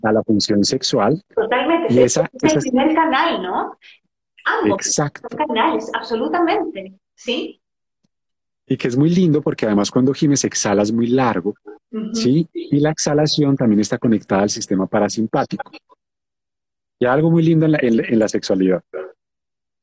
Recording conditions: video call